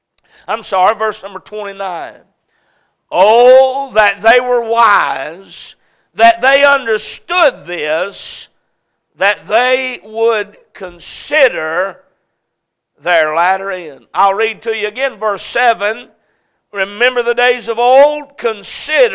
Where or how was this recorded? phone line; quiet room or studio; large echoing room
large echoing room